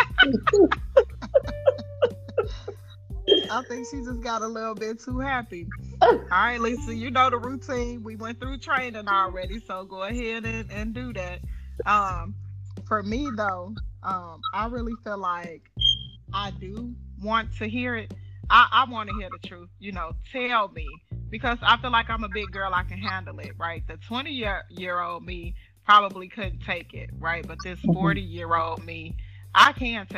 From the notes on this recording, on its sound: Anchor needs to get it together. Anchor, dropped us like nine times throughout the podcast recording please bear with us, we kept on plugging along with all the different interruptions and everything else.